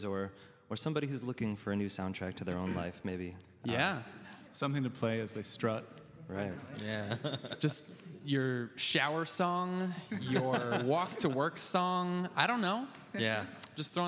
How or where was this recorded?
live audience